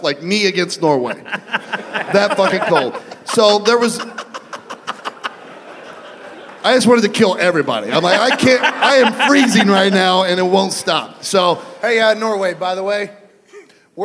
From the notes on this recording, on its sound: Live from the Jo Ann Davidson Theatre in Columbus, Ohio. LIVE FROM COLUMBUS.